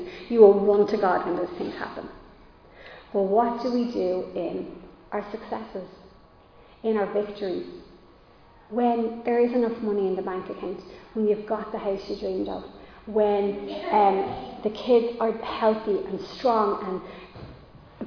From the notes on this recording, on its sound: Recorded live in Liberty Church on 10 July 2022